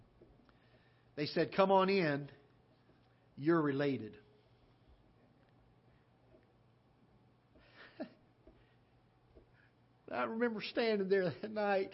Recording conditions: large echoing room